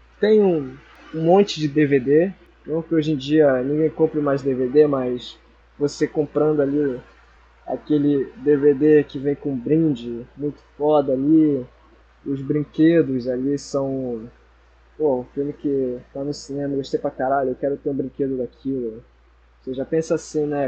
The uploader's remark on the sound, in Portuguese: Mais uma vez, desculpa a qualidade do áudio.